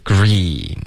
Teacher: Screen 的这个一的音一定要发得饱满